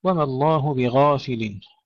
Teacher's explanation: وما الله بغافل، ولا نقول بغافل، نبقي الألف مفتوحة والغين مفخمة جيدا